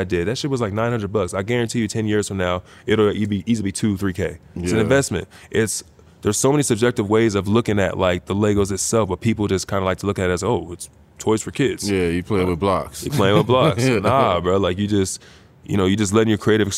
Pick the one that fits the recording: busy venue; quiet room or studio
busy venue